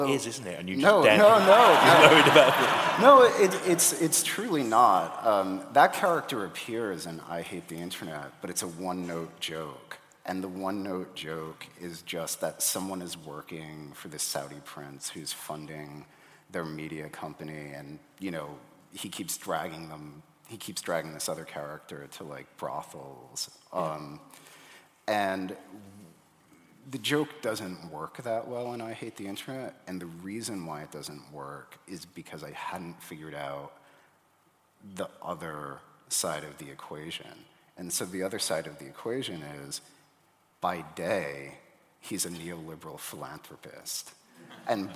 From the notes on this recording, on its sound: Recorded live in London in April 2019.